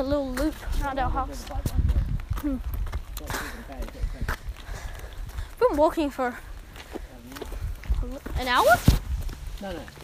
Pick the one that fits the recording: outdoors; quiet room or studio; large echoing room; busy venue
outdoors